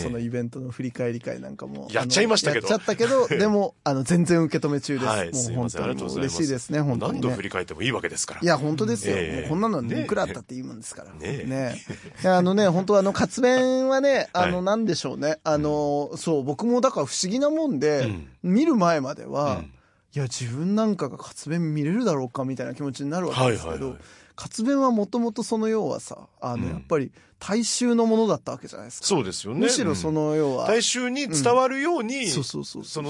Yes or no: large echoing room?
no